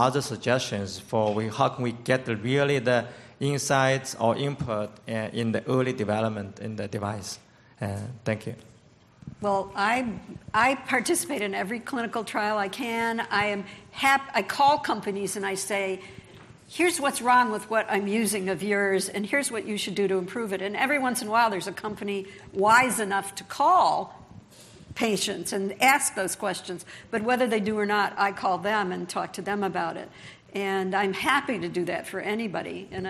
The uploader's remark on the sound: This panel, presented at the inaugural Drug Delivery West conference in 2018